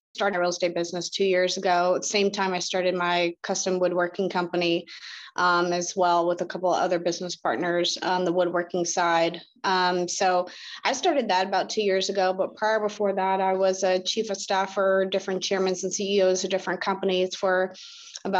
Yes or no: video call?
yes